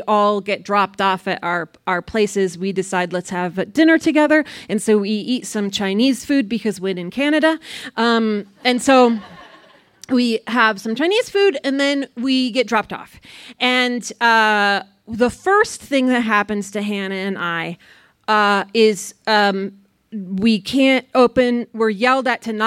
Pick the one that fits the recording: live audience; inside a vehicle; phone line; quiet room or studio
live audience